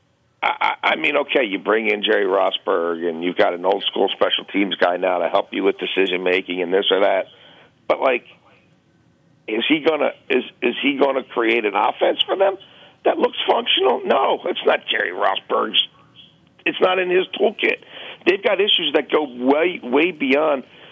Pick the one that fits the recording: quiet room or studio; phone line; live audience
phone line